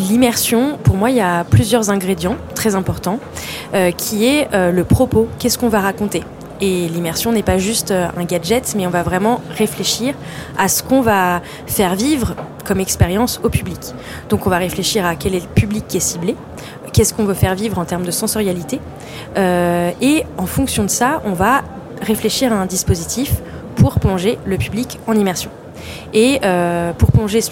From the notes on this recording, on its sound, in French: Cet épisode a été enregistré lors du Salon Heavent grâce à la participation d' EPHEMERE SQUARE qui a accueilli notre studio mobile dans ses structures temporaires éco-responsables et aux moyens techniques mis à disposition par NOVELTY .